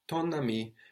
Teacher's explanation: ami, no, starting with a vowel, activates that N of ton, and we hear it